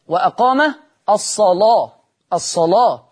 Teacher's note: لورش تغليظ اللام في لفظ الصلاة